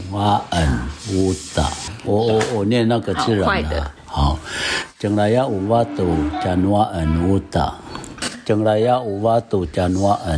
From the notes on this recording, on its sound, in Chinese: 錄音當天環境比較吵雜，請大家多包涵